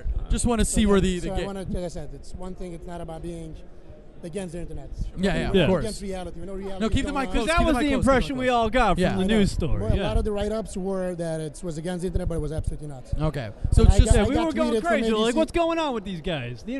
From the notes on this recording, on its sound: Live audio from the Blog WOrld Expo in NYC.